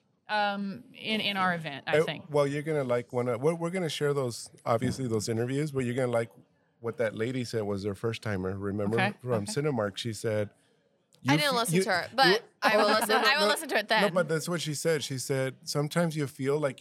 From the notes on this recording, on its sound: Produce episodes while at the annual ICPA Fall Conference. The conference took place this year on October 16-18 2022 in the Dallas-Ft. We set up our microphones and cameras to talk to attendees, sponsors, exhibitors, and the host of the event.